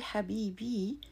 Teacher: When you say Habibi, you have taken the word Habib, which is masculine, a male loved one, and added a long E at the end. This long E may sound short because it's unstressed, but grammatically it's a long E, and phonetically also.